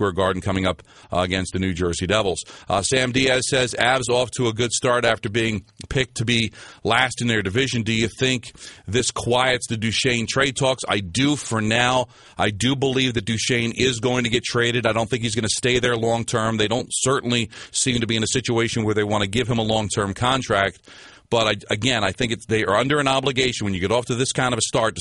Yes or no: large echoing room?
no